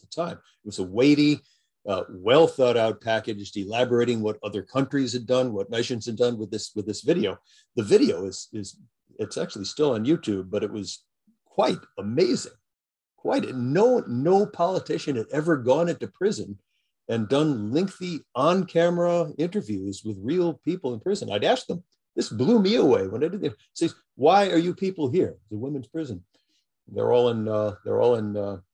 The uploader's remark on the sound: jumped on a Zoom